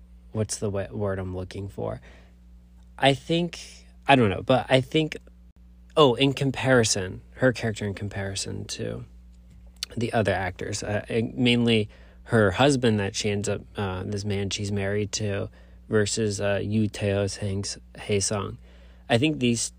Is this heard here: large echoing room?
no